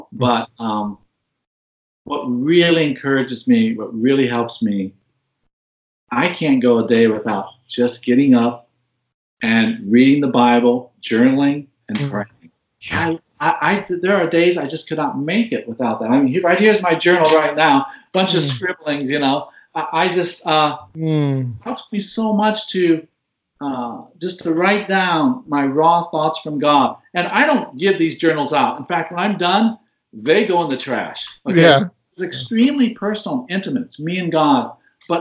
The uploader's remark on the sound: I recently got a chance to Skype